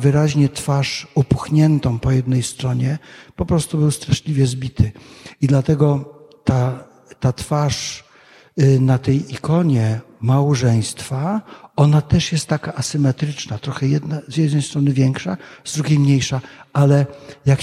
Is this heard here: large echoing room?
yes